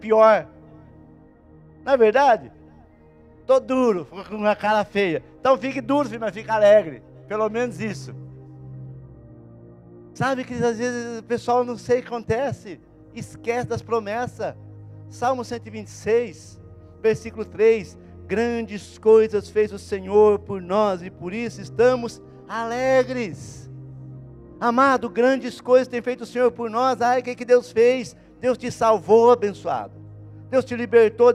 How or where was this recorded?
large echoing room